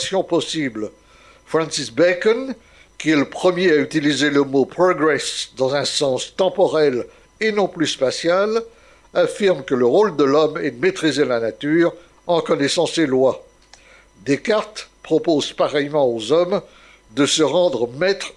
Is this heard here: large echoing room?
yes